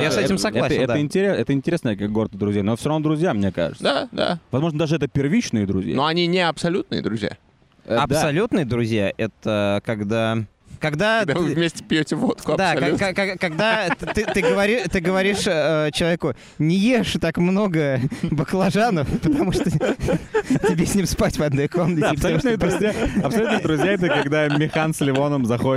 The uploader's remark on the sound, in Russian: Мы не будем бесконечно записываться на пляже